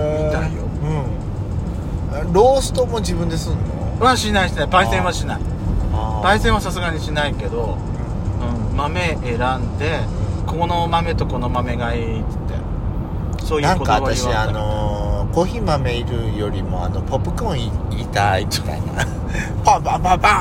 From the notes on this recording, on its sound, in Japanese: ドライブ収録 #ロードノイズごめんね